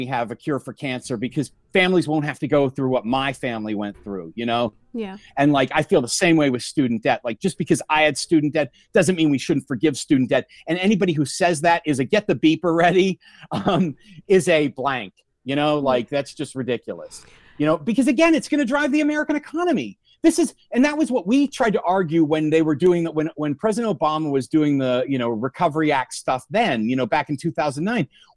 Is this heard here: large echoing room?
no